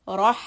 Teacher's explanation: So that means the tongue should be low, Nesh. Ra is heavy, back of the tongue goes up, Rah. And Ha, we are going to flatten it, Rah.